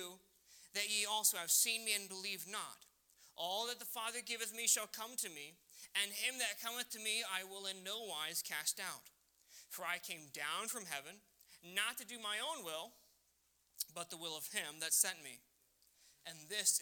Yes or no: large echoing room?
yes